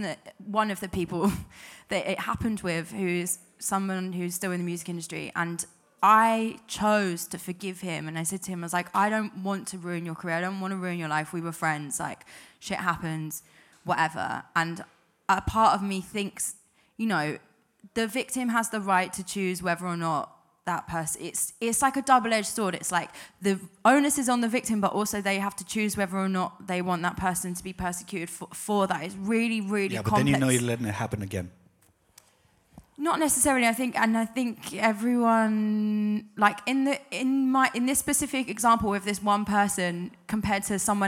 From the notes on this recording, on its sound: Panel talk on mental health in the creative industry recorded to a live audience at Many Hands in Bermondsey, London.